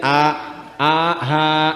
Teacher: Itu enggak ada yang menghalangi sehingga keluarnya ringan saja. Cuman ketika mengeluarkan H, memang nafas itu agak banyak lebih keluar udaranya. Ya, sehingga lebih cepat habis nafasnya.